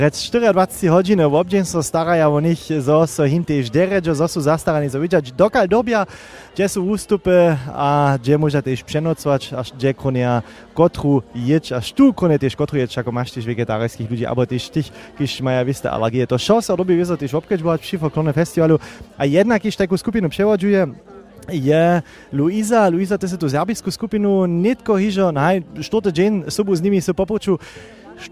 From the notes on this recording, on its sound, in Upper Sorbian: Serbski rozhłós originalnje a live na městnje na festiwalnej njedźeli z Chrósćic.